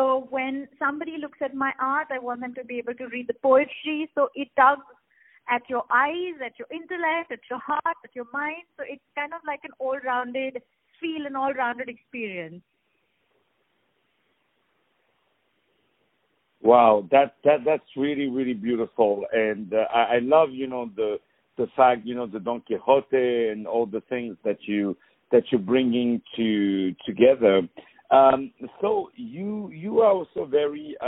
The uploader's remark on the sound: On the phone